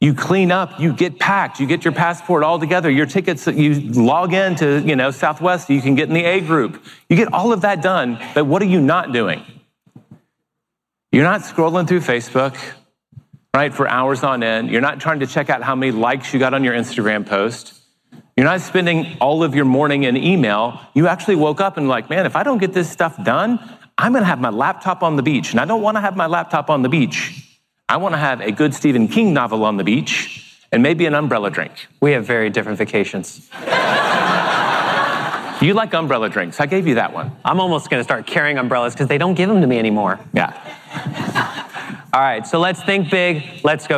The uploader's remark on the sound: delivered a keynote presentation at the Keller Williams Family Reunion Convention